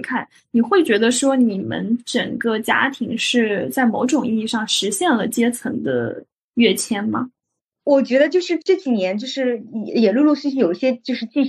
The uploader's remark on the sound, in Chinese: 今天这一期录制仍然是在线上。虽然上海解封了，但是我们忘记现在是可以出门的了。